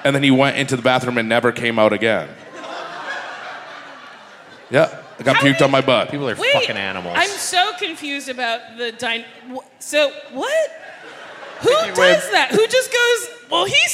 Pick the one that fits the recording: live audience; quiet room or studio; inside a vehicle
live audience